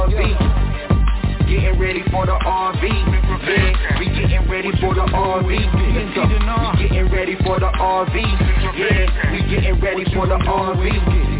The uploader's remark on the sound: TNTSuperfantastic Conference Call